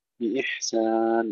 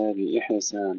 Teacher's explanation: فإمساك بمعروف أيضا تفخيم الراء جيدا، أو تسريح هناك الراء مرققة، بإحسان وليس بإحسان، الحاء ساكنة فيها همس وليس فيها قلقلة · Shown in: first take